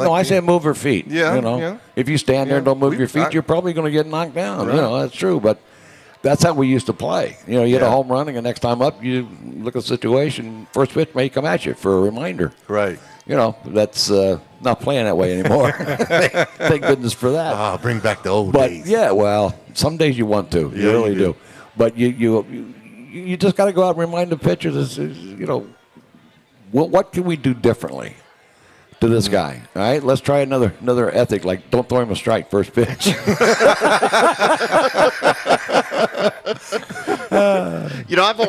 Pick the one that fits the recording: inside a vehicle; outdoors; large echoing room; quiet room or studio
outdoors